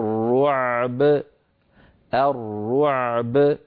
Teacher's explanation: مثلا عندنا كلمة الرعب، سألقي في قلوب الذين كفروا الرعب، لو ضاق نفس الإنسان وأراد أن يقف عليها يقول سألقي في قلوب الذين كفروا الرعب الرعب، فيسكن العين ويخرجها من مخرجها ويعطيها حقها من البينية، ثم يأتي بباء ساكنة مقلقلة دون أن يؤثر ذلك على صوت العين